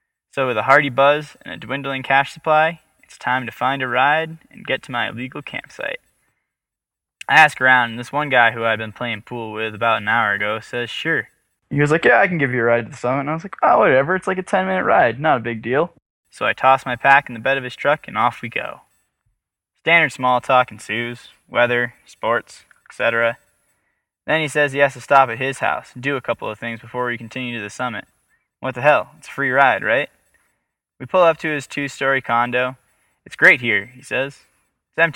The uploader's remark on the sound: Our first story was recorded in the field somewhere in Afghanistan.